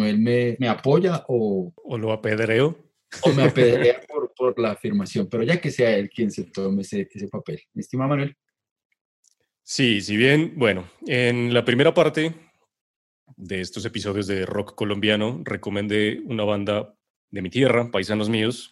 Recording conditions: video call